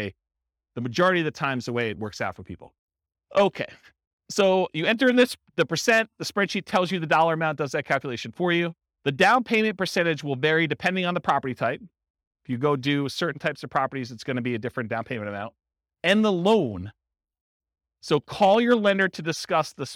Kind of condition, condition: setting, live audience